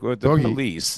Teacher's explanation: She's doing like vocal fry at the end of her sentences.